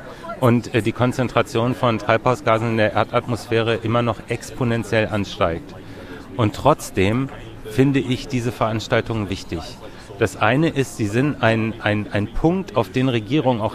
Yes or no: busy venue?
yes